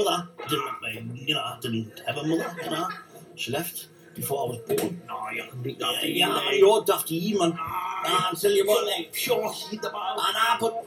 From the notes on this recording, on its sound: Another party conference special at The International Conference Centre in Birmingham.